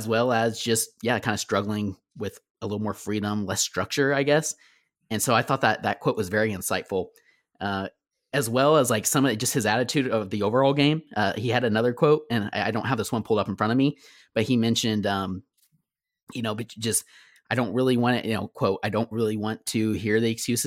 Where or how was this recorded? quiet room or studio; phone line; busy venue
quiet room or studio